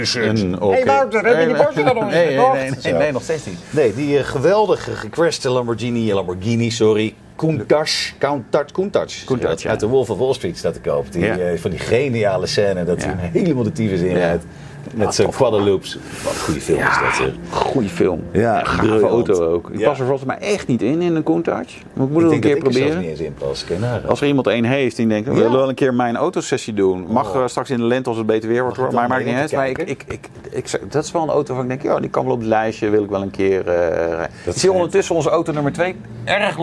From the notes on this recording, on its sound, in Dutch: Dit keer niet vanuit de vertrouwde studio maar vanaf TT Circuit Assen! Live tijdens de Junkyardrace.